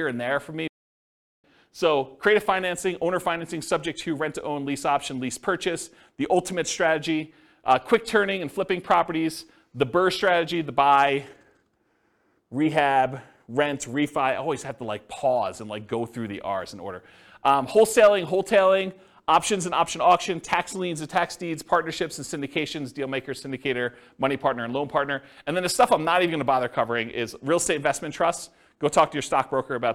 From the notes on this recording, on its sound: This was a live class recorded